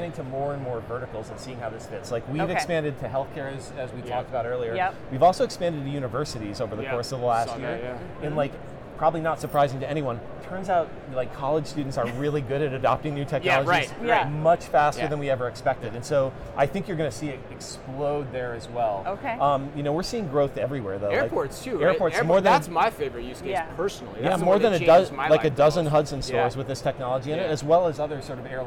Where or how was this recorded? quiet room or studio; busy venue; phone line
busy venue